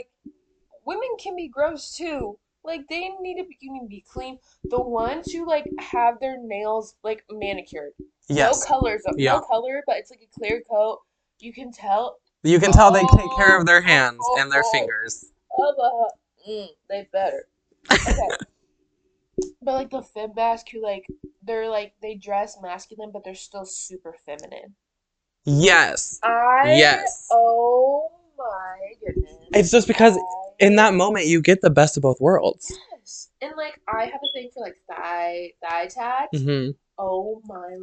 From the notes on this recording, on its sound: We are still having trouble with our mics but we are actively working on improving the sound for you guys.